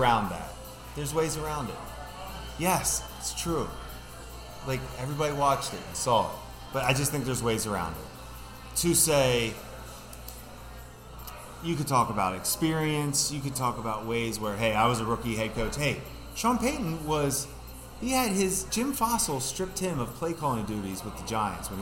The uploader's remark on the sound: Live from Fattey Beer in Hamburg, NY